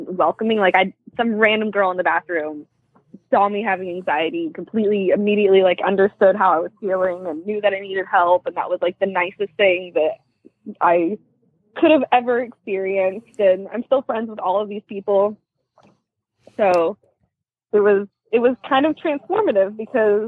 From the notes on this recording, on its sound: calls